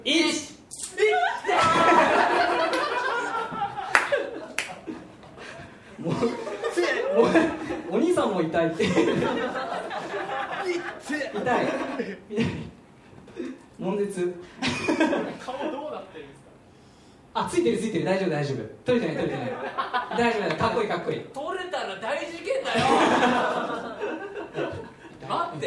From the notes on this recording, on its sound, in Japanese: 行われた公開収録の模様をお届けします！当日ご来場いただいたお客様にアンケートをお配りし。